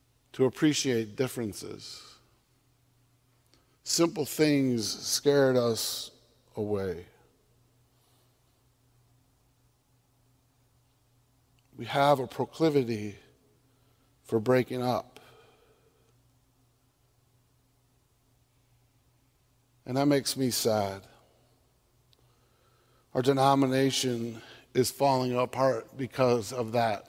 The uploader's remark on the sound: on Sunday, October 9, 2022, at Central Reformed Church in Grand Rapids, Michigan